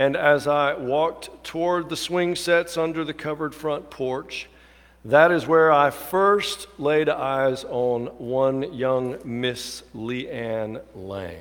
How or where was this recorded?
large echoing room